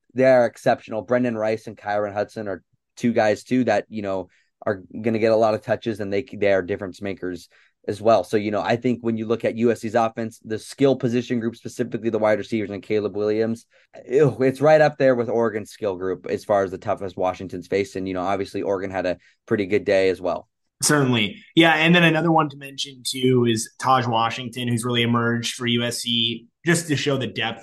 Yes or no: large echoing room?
no